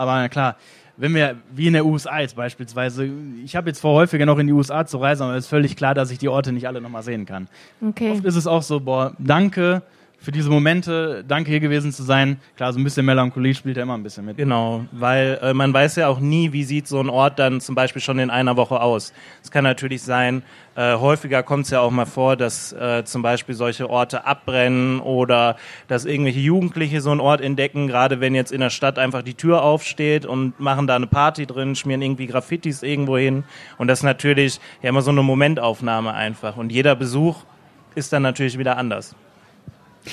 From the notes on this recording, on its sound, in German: Podcast auswärts - LIVE mit spannenden Gästen!